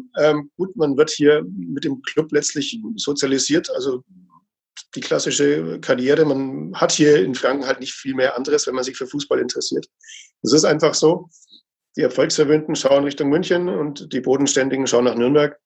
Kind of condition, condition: link, video call